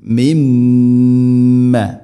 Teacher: മിൻ സുക്കൂനുള്ള നൂന് ശേഷം മീം, നൂനിനെ മീമിലേക്ക് ഇദ്ഗാം ചെയ്യണം, കൂട്ടി ലയിപ്പിച്ച് മണിച്ചുകൊണ്ട് ഉച്ചരിക്കണം